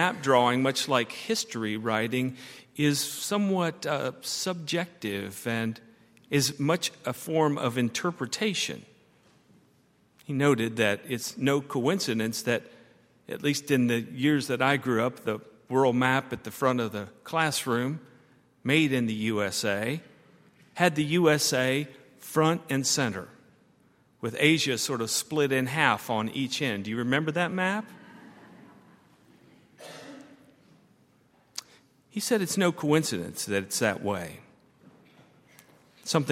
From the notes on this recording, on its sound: at Highland Baptist Church